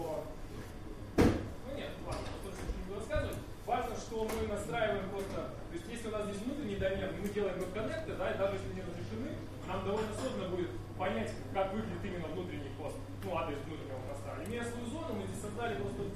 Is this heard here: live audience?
yes